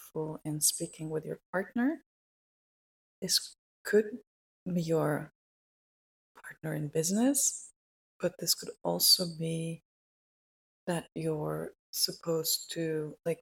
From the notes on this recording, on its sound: Excuse though the quality. Something weird was going on with the sound that I was not able to correct, no matter what I tried.